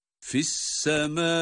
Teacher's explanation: Hemzenin sesini sükun ile ama duyurarak okuduk.